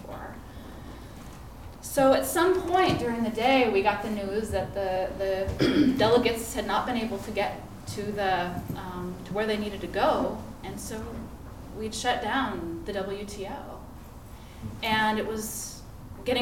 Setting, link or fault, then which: setting, live audience